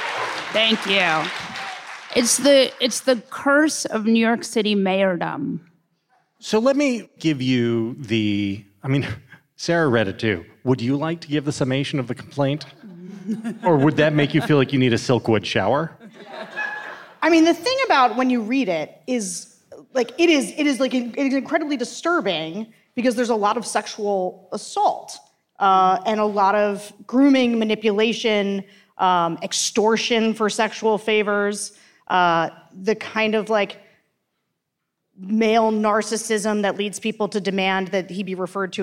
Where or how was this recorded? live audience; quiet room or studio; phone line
live audience